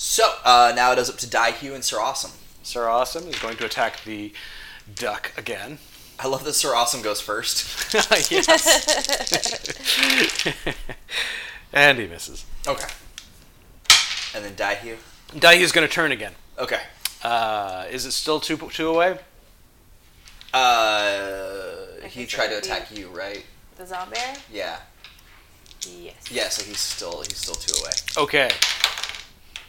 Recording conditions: sounds in the background